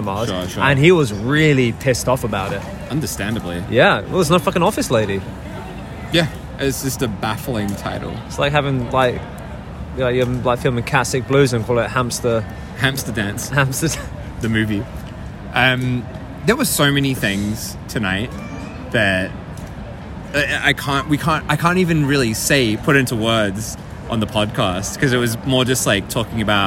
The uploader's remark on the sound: So, at this point we're like ten beers in and recording the middle of a vomit-strewn Shinjuku street.